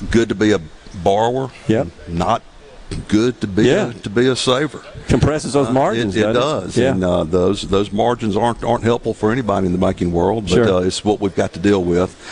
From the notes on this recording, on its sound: MidDays is LIVE from Columbia. On the SuperTalk stage.